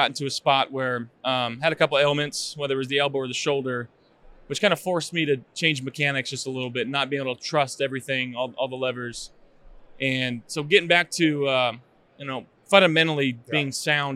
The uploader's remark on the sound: from Radio Row